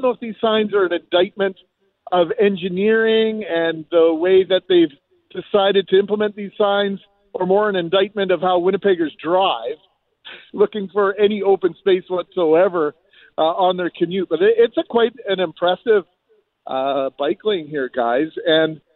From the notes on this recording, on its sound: LIVE from Portage & Main